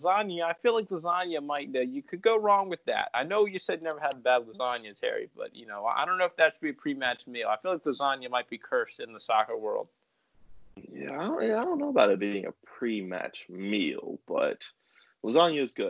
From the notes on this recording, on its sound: The boys come to you from different parts of the country over Skype due to the you know what...